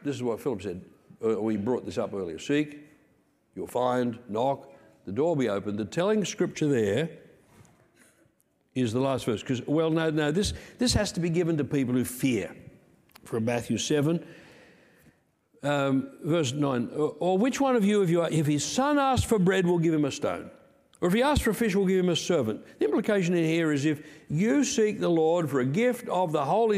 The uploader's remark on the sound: Recorded Sunday 2/7/2023 Peace Christian Church, Rockhampton Qld